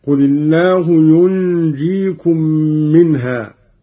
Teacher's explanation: وهو من أنجى رباعيا، مع ملاحظة إخفاء النون عند الجيم مع الغنة بمقدار 2 حركات